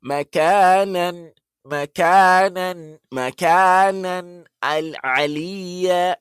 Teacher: You are not using your nose. You are not adding the sound from your nose. · Term: izhar